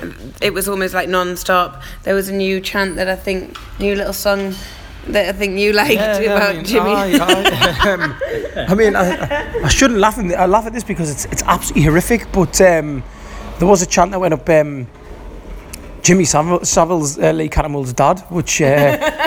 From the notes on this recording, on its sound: Recorded in a restaurant outside the Emirates.